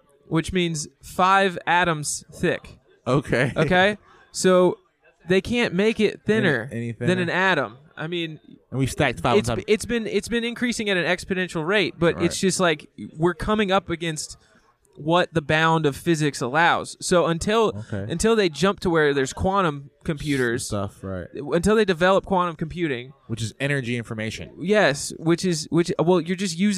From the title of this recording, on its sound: Live from The Lamp